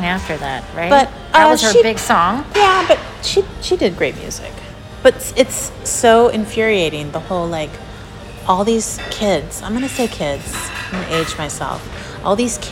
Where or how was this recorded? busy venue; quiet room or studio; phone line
busy venue